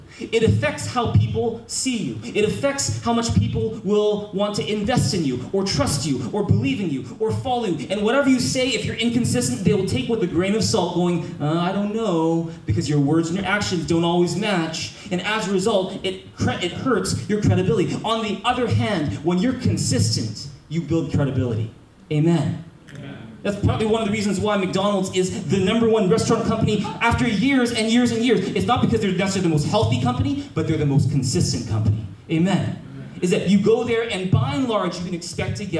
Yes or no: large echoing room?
yes